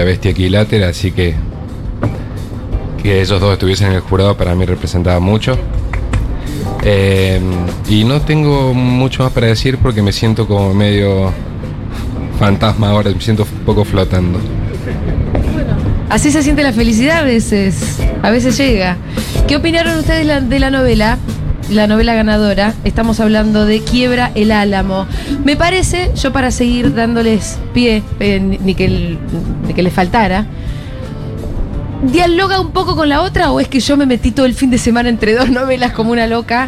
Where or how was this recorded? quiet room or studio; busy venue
busy venue